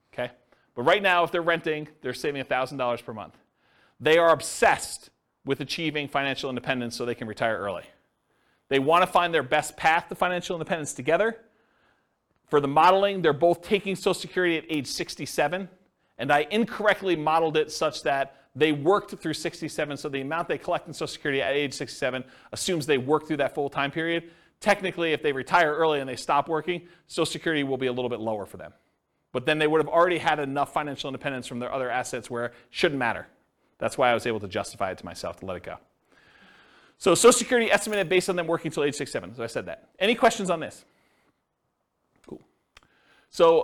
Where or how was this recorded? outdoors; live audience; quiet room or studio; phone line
live audience